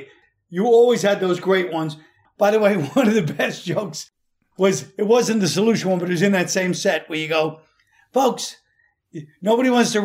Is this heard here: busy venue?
no